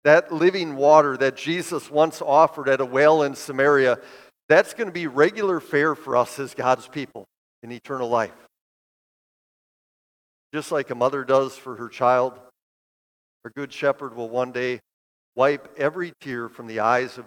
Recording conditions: large echoing room